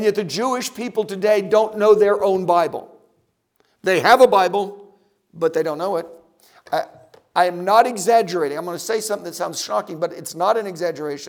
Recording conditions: large echoing room